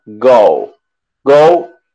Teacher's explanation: la primera hay que enfatizar lo que es la O y luego una U corta